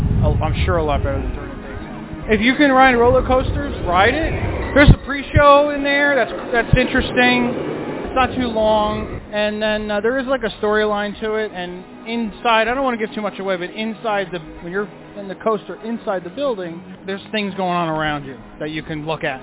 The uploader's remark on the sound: live from the Magic Kingdom